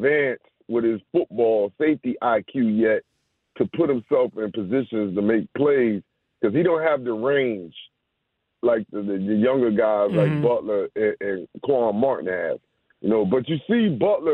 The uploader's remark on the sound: Back to the phone lines